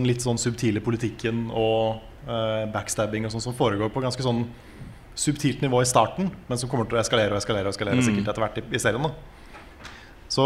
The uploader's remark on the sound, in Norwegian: Live fra Eldorado. Ukens episode er spilt inn live på Eldorado i Oslo i helgen, og for et show det ble!